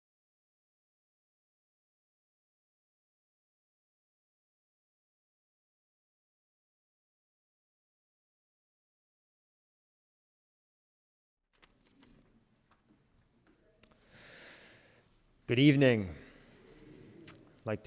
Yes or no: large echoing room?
yes